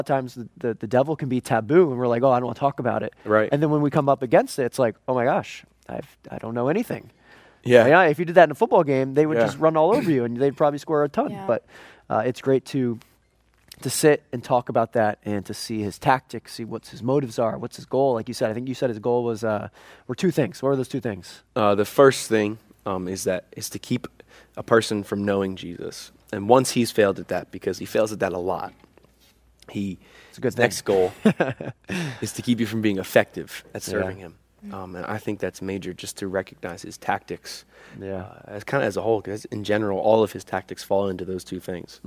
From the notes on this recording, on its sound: Live from our Fall retreat.